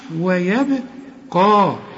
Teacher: هنا شوف فان صح كده، ولذلك شوف بتقول ايه ويبقى، خطأ، و يا يبقى خطأ هنا، ويب شوف ويبقى، الواو والياء والبه مرققين، وفي عموم القرآن مرققين هذه الحروف، إنما القاف والمد دي مفخمين. ورسم لك ألف فوق الياء علشان بيقول لك حول الياء إلى إيه، ألف، ويبقى، شوف وجه.